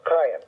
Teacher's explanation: when you say an ayin, it's just much deeper down within your throat